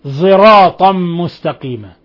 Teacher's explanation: وقرأ خلف عن حمزة بالصاد مشم صوت الزاي، صراطا مستقيما، إشمام الصاد صوت الزاي، صراطا مستقيما.